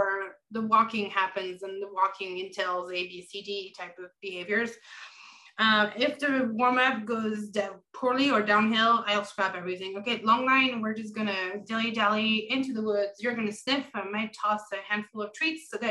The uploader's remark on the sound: Recorded Webinar